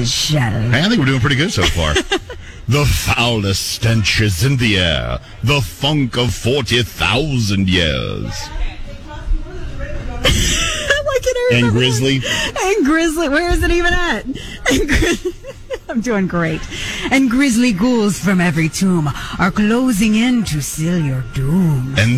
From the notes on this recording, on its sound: Halloween party LIVE from Dunkin 9705 N. May Ave.